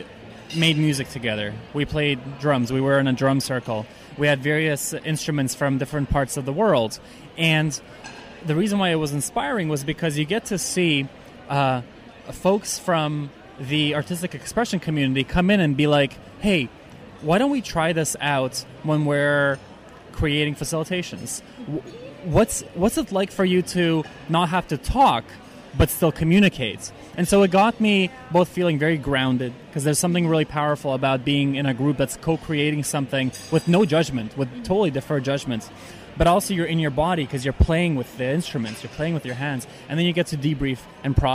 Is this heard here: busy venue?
yes